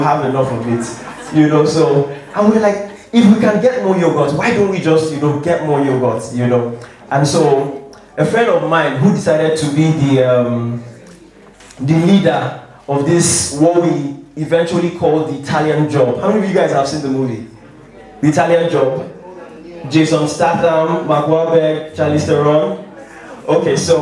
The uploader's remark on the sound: three hilarious stories from the June live show